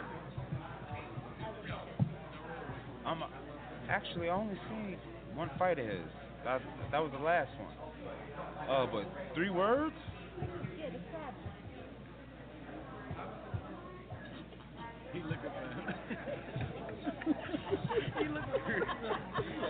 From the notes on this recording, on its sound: Live from Vegas Day 1